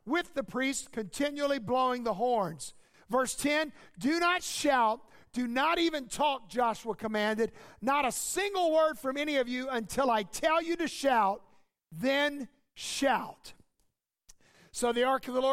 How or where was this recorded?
large echoing room